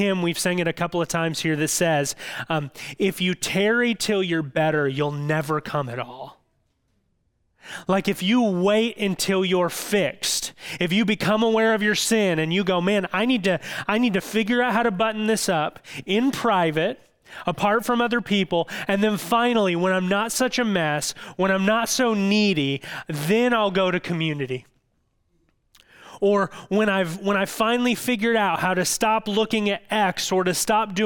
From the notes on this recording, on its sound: Thanks for listening to this audio from New City Church in Champaign-Urbana, IL.